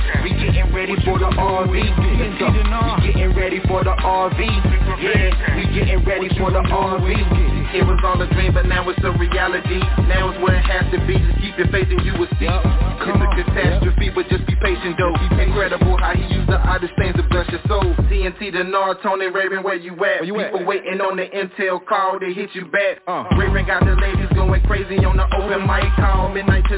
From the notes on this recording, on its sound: TNTSuperfantastic Conference Call - Monday, June 14, 2021